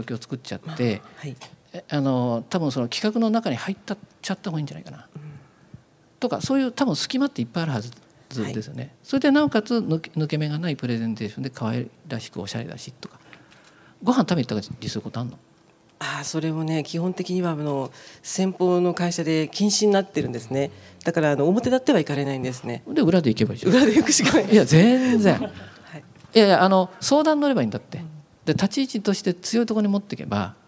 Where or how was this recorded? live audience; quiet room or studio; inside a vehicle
live audience